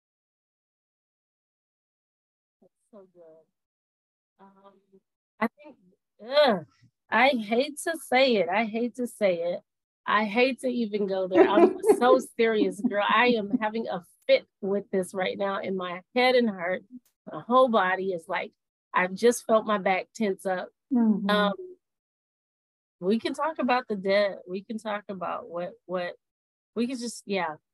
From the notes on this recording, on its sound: Audio was a bit choppy on this call so if you hear any glitches that is what I experienced on the call, as well.